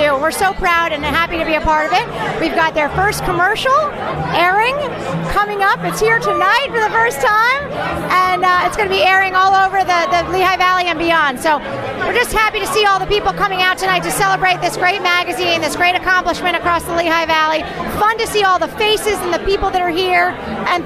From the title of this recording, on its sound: LIVE from the Launch Party of Issue No 5